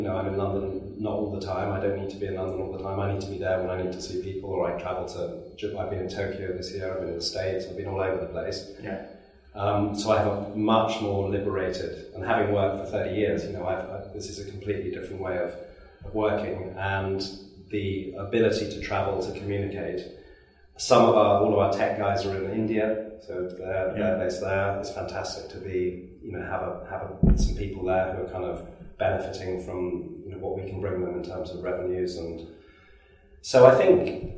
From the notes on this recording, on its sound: Went to the offices of eNova Partnership. Apologies for the poor sound quality in this episode.